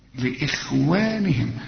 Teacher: انت ملاحظ ان انا ما رققتش الخاء، لا مش عايز اقول انا رققتها، لكن الخاء اللي عليها السكون في ربع درجة من درجات التفخيم